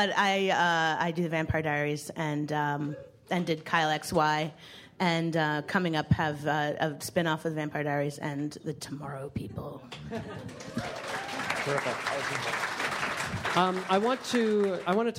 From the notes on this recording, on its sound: Pitch-Pilot-Pick Up panel from ATX Television Festival. Recorded at the Stephen F.